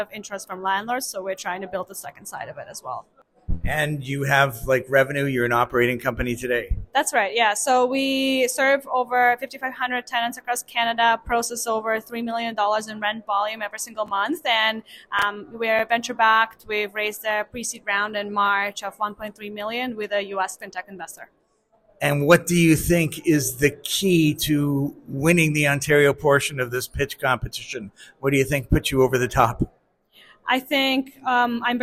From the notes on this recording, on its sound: LIVE at the Startup Canada Tour 2023. We brought our podcast mic to the fifth and final Startup Canada Tour stop in Brampton. Hear from entrepreneurs who took part in the Pop-up Pitch Competition.